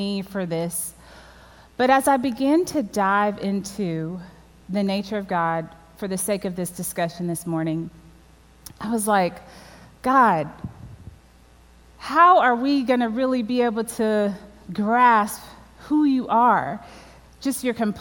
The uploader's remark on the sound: at the WholeHeart Conference at Crossland Community Church on September 26, 2020